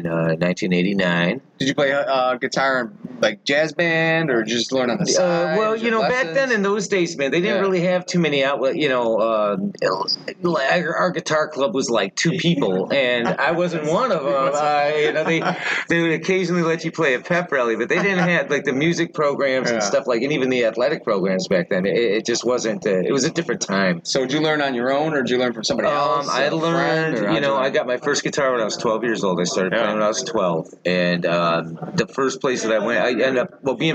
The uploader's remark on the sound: We had a chance to record him playing a song for us at the podcast recording. Podcast was recorded at This Little Pig restaurant.